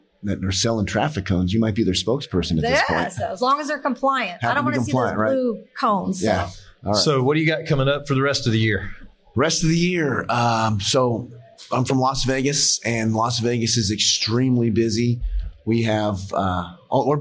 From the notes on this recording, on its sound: Live at FDIC: Conference Wrap-up.